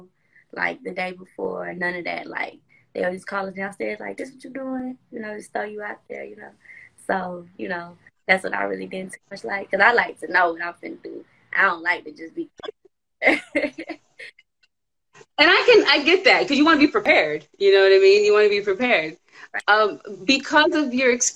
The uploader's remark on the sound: special Instagram Live #WFH edition